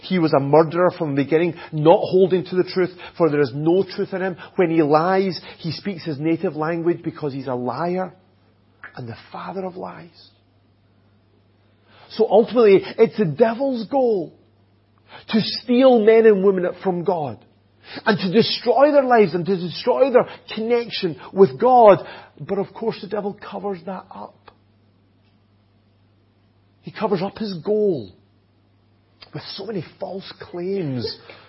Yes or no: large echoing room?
yes